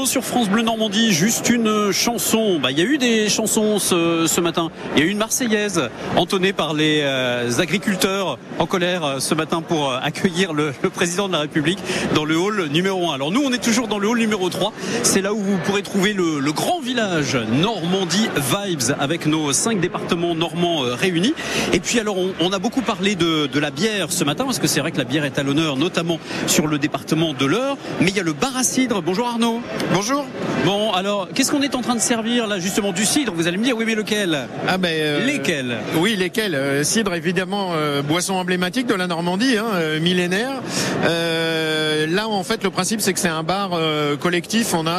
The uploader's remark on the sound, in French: Emission spéciale en direct du Salon International de l'Agriculture